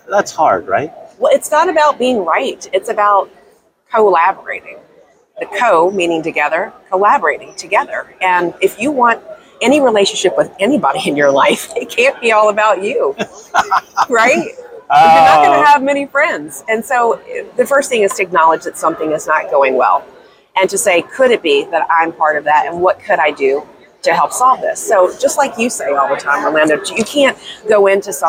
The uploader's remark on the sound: live at ADA Smilecon 2022